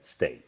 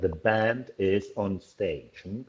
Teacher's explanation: Que como para a veces pronunciar en español estas palabras que tienen que empiezan por una consonante, son difíciles, no sería stage. Nunca ponemos la vocal por delante, simplemente con la S